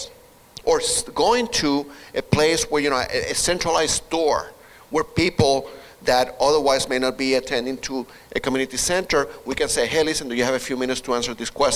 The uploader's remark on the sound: This is the audio of the public event presentation. Recorded at the Holyoke Health Center.